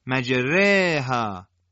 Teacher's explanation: اما اماله کبرا، اماله کبرا بدین معنی است که الف مدی تا حد زیادی به سوی یا مدی متمایل میشه. میشه گفت الف در این حالت مانند کسره فارسی، البته به صورت کشیده تلفظ میشه